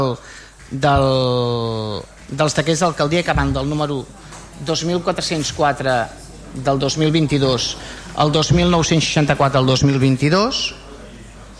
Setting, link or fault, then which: setting, large echoing room